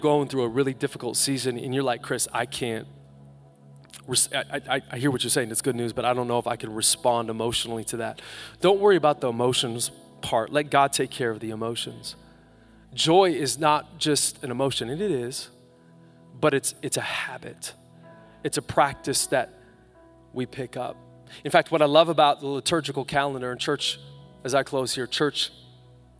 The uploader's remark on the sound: Live from Capital Church on Christmas Eve 2019